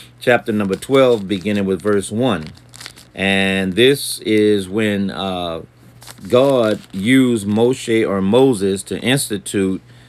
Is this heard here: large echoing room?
no